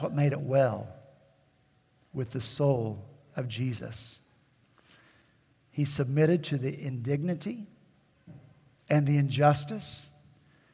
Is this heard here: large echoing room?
yes